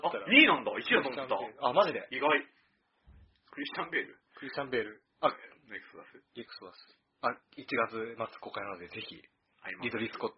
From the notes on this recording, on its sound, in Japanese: 今回の音声は長尺のため、音質が悪くなっています。